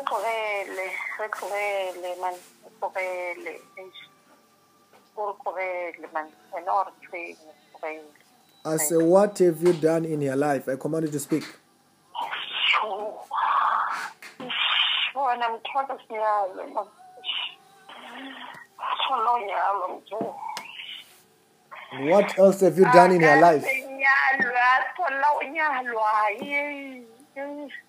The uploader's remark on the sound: Deliverance over the phone in JESUS NAME.